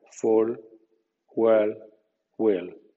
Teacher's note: es oscuro y más débil al final de sílaba, salty o de palabra